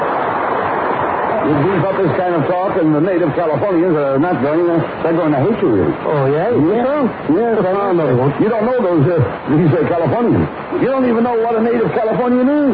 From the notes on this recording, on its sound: Audio is a little scratchy.